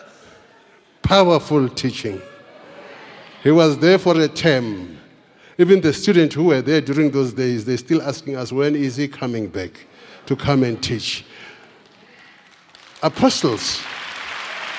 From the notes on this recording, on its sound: Preached at the Founders Day Service in celebration of the Founder and the Bishop of Grace Bible Church.